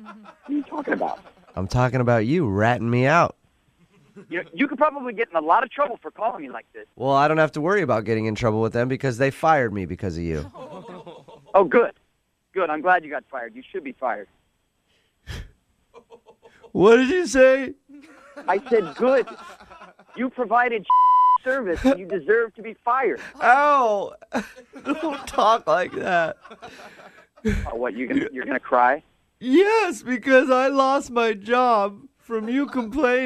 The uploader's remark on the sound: In today's phone tap